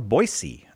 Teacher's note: Despite that being an, intervocabular S. Intervocalic S. It's pronounced with a S sound.